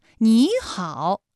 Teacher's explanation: 第一个音节的三声变成二声 · Term: 三声的变调